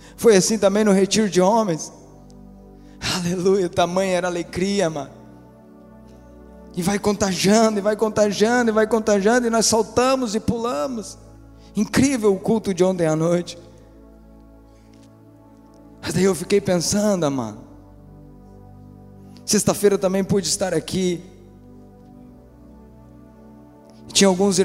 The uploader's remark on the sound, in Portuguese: Esta mensagem foi gravada ao vivo no dia 10 de Agosto de 2014 num domingo a noite.